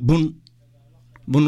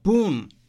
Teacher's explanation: hadduu isla shaqalka u oo shaqal dheer ah lagu daro · Shown in: second take